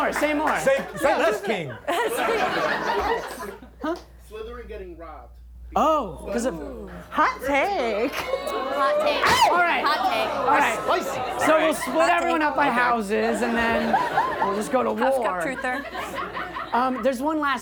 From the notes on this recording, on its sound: A wild, fast-paced montage of the first Harry Potter film with a raucous, sold-out crowd!